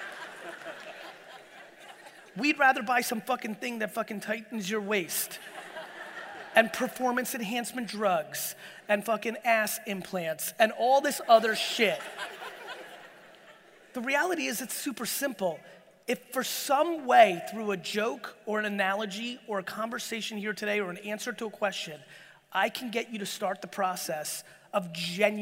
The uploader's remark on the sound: Dropped some real FIRE in this keynote I gave in my home state of New Jersey! Get into some fun Q&A at the end!